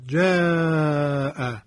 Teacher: مثلا ببینید جاء، الان الف مدی ما بعدش همزه باقی شده، خب پس اینجا مد پیدا می شود.